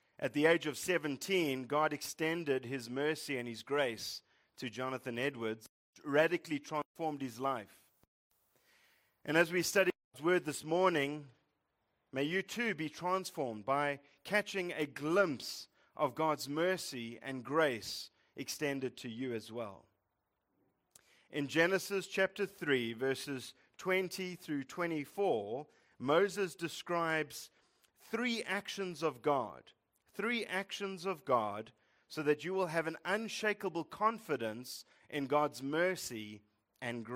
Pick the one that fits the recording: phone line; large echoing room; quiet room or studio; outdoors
large echoing room